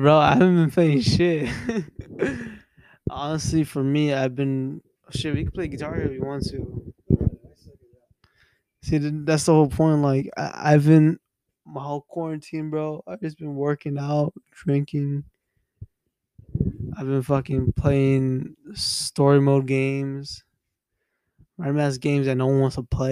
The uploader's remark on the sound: Mic is still bad.